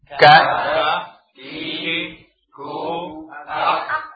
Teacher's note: kaf dengan sifat hams yang ada, sedikit bersamaan keluarnya suara keluar nafas, ya. Keluar nafas, ini ak, tapi juga tidak berlebihan, ak.